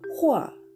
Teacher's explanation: 第4声ですので、上から下に急降下する音。